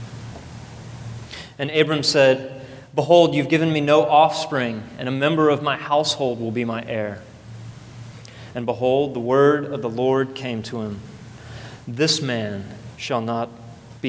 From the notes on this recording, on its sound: at the first service of Redemption Hill Church on Sunday, November 4th, 2012.